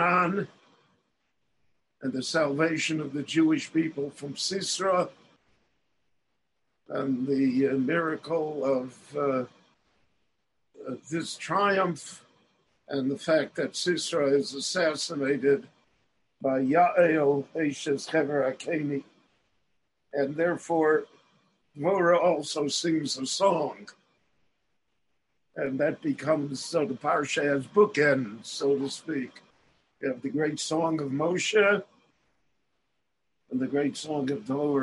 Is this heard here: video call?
yes